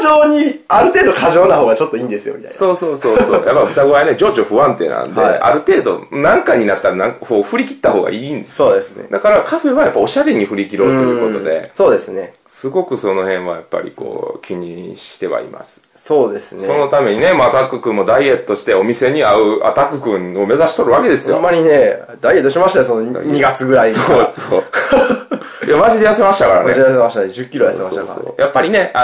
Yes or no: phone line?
no